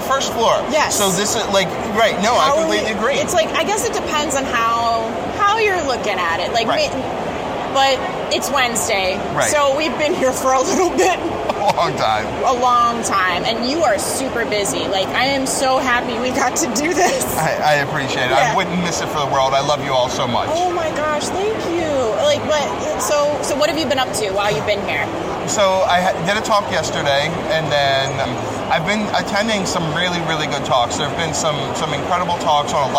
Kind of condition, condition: setting, busy venue